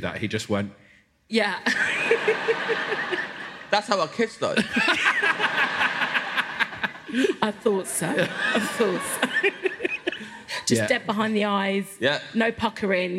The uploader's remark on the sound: Recorded by Matt Mountford-Lister for Storm Productions Group live at the Bristol Hippodrome.